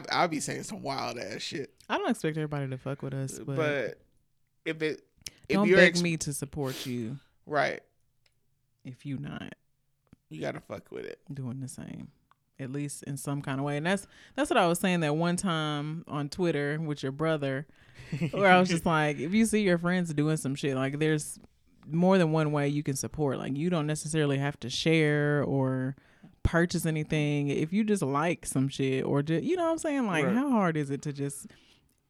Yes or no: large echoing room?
no